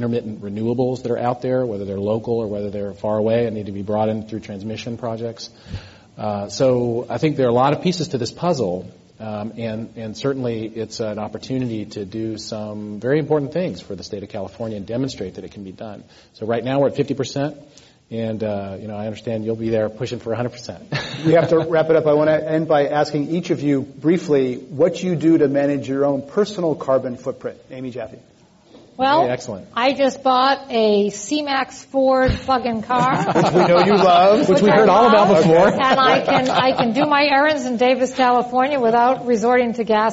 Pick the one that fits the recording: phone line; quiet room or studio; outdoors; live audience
live audience